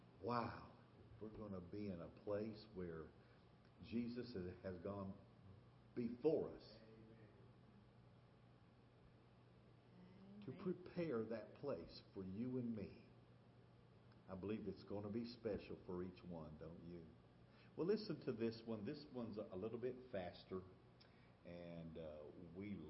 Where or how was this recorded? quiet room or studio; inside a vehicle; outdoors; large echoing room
large echoing room